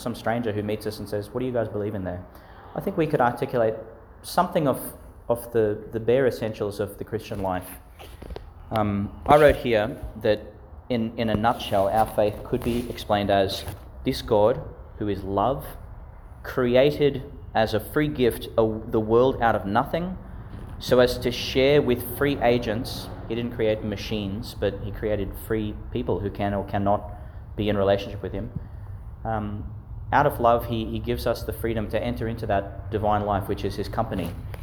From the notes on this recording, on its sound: Homily for the Twentieth Sunday in Ordinary Time, delivered in St Peter Chanel Church, Miriam Vale, Qld.